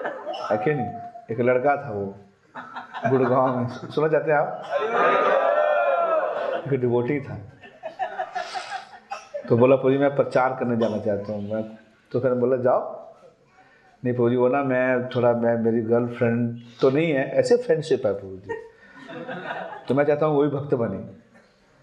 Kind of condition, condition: setting, live audience